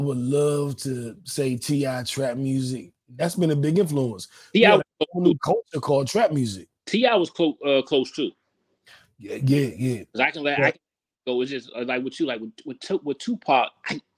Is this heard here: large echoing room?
no